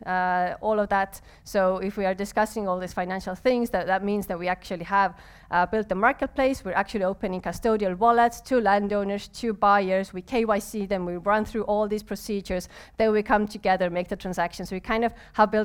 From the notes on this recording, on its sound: Live recording during cc: Nights in Tallinn.